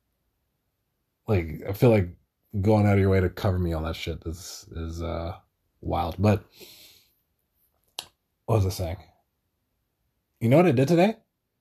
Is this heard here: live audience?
no